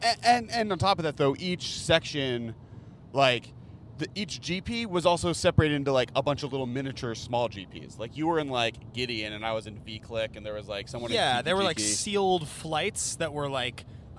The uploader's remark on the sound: While driving back home through the desert between GP Las Vegas and Los Angeles.